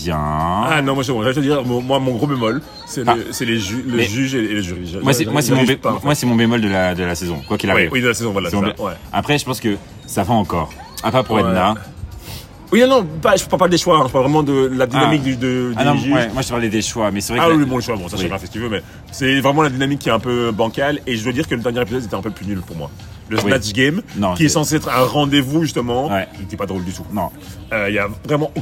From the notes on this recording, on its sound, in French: Episode du printemps enregistré dans la fameuse rue du marché au charbon a Bruxelles.